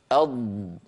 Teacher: وبينا بالصور الفرق بينه وبين مخرج حرف الظاء، لأن الضاد والظاء متفقتان في كل الصفات، اللهم إلا أن الضاد زادت على الظاء بصفة الاستطالة